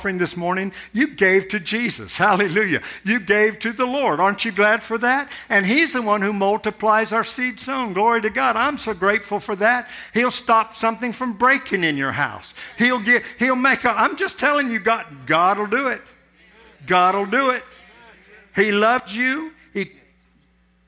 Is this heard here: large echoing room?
yes